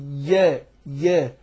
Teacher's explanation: الياء زي ما قلنا قبل كده بتخرج من وسط اللسان